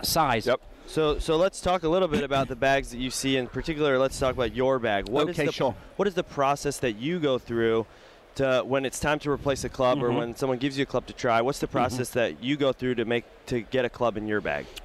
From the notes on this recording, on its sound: recorded in January 2017 at the PGA Show